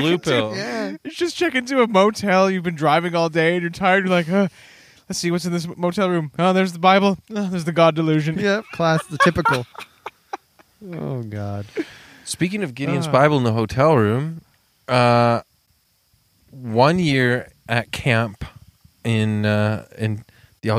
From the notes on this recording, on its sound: recorded late at night around a blazing campfire in the woods